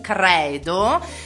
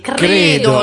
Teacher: Quello con la C maiuscola che sta a indicare una professione di fede, il credo, va sempre aperto. · Shown in: first take